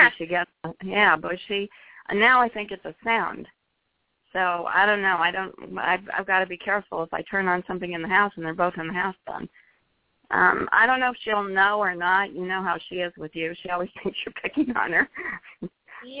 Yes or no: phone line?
yes